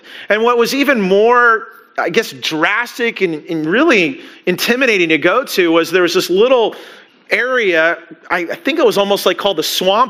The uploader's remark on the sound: Christmas Eve Service (Audio)